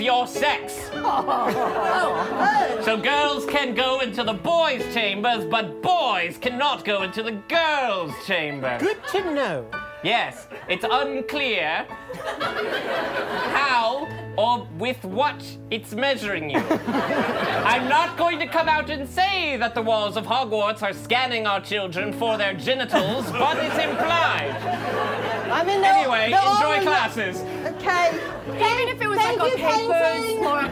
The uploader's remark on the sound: A wild, fast-paced montage of the first Harry Potter film with a raucous, sold-out crowd!